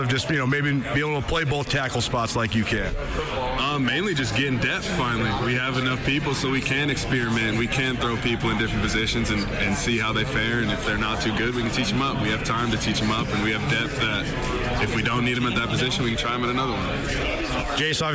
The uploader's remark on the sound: LIVE from the Big Sky Kickoff in Spokane. The Big Sky Kickoff media conference in Spokane.